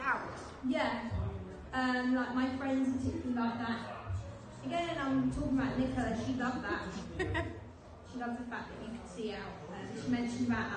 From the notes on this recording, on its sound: Taken place at the Minories Art Gallery in Colchester Essex inside my beautiful red den installation. Doing my first live podcast was exciting a bit nerve racking too as I wasn’t used too having a audience. It was a a bit messy not at all professional filming it on my phone. Having just one microphone to share with my guest I want two next time!